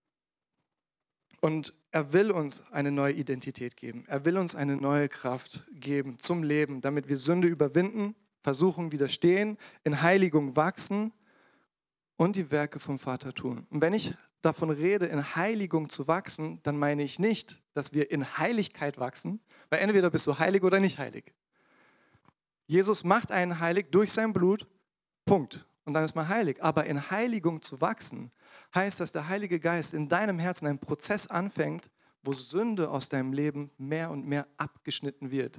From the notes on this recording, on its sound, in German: in der Gemeinde Kaleo Schopfheim aufgenommen.